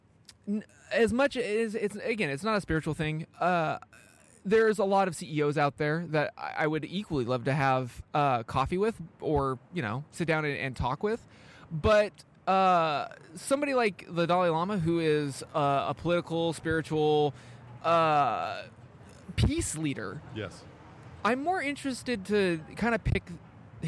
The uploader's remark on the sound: Recorded LIVE on the streets of Bham, at Camber Coffee